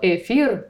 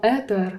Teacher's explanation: Насправді дуже багато слів, в яких є звук фи, звук фи замінюється на звук ти. · Shown in: second take